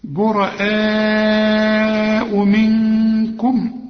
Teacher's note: النون بدون تشكيل عايزة غنة عشان بعدها الكاف، والكاف برضو من حروف الاخفاء.